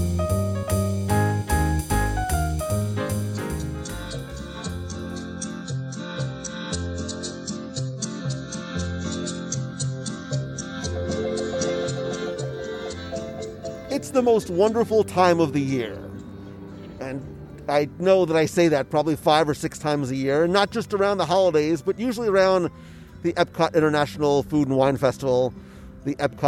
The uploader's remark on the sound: Join us in Epcot as we wander the promenade and sample the Best of the Best from the 2021 Taste of Epcot International Festival of the Arts.